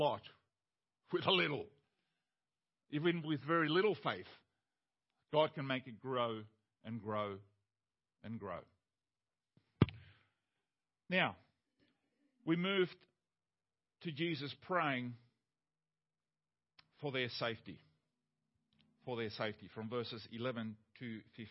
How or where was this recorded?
large echoing room